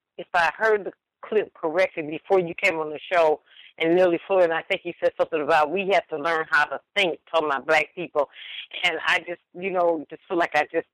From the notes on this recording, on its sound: The C.O.W.S. Compensatory Call-In. We encourage non-white listeners to dial.